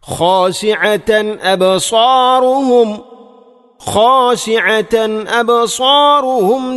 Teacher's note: അബ്സാറുഹും അബ് ബാഇനെ ഖലഖല ചെയ്യണം.